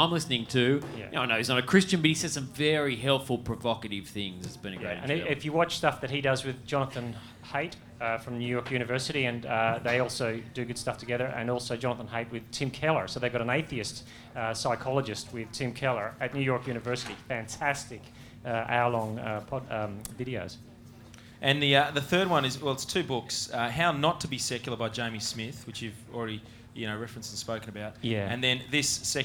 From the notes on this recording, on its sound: Live from Multiply18